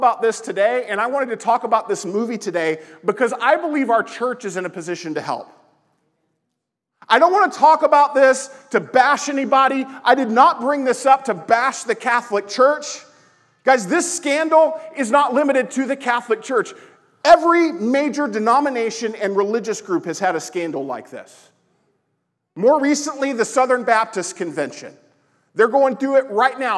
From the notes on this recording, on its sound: Lesson presented at The Crossings Church Collinsville in Collinsville, IL – a non-denominational church that meets Sunday mornings at 2002 Mall Street, Collinsville, IL just outside of St.